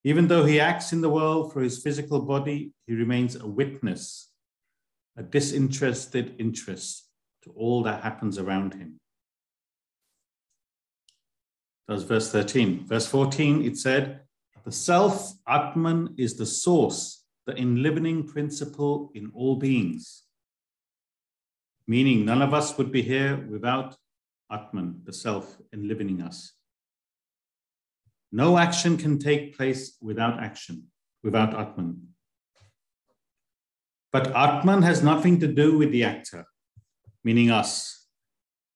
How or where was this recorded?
video call